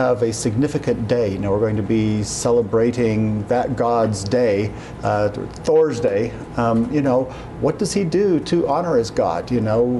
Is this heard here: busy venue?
yes